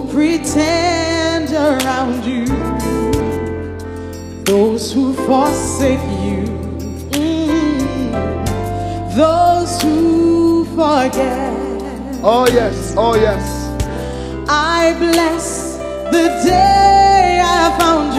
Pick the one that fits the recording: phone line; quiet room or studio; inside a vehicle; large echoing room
large echoing room